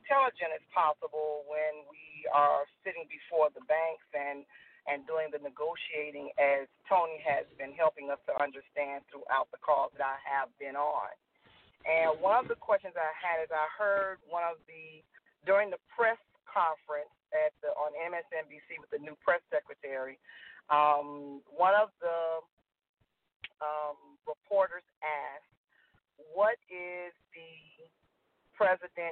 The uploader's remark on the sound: TNTSuperfantastic Conference Call